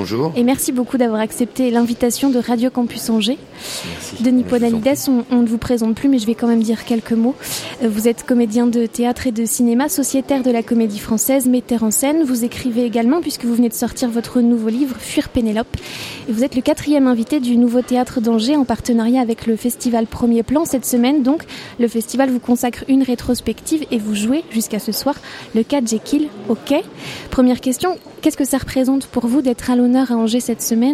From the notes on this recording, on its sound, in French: Toute cette semaine, nous sommes installés dans le hall du Centre des Congrès, à l’occasion du festival Premiers Plans.